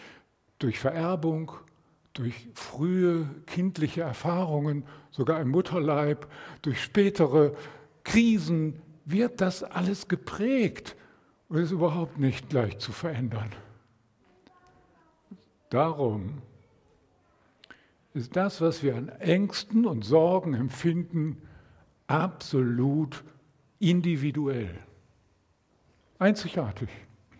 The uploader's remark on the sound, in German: Predigt im Rahmen des GreifBar+ Gottesdienstes